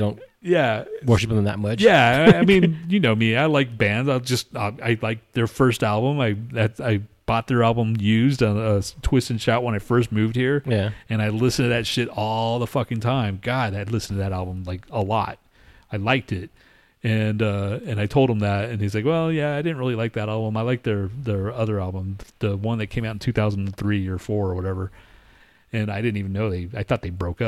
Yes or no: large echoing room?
no